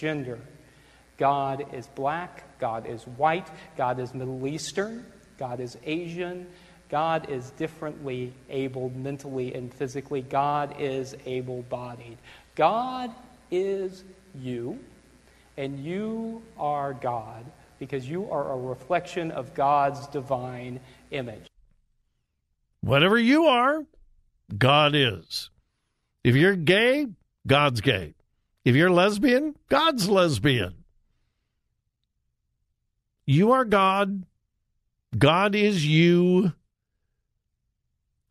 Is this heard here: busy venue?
no